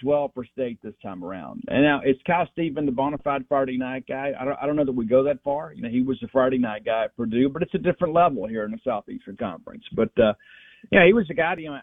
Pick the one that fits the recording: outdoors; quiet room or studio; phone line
phone line